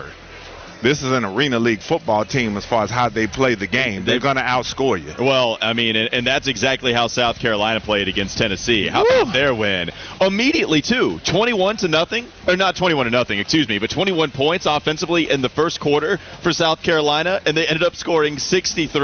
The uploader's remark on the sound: Joins live from the Charlotte FC watch party ahead of the U.S.'s World Cup match.